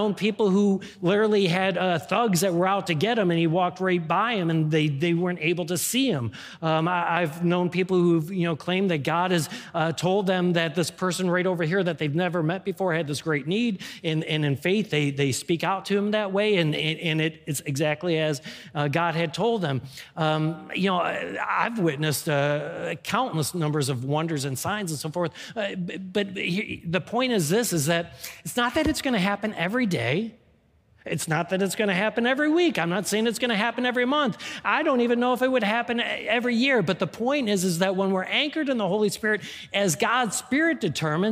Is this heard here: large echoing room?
yes